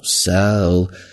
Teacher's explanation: 强调一下，表示程度这种词强调一下，拖长音调高一些就是在强调